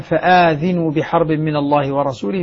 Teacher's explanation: بالمد بعد الهمزة وتحريك الهمزة طبعا فآذنوا تحريك الهمزة بالفتح ذينو.